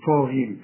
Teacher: طا أعلى درجات التفخيم والغين آخر درجات التفخيم لأنها مكسورة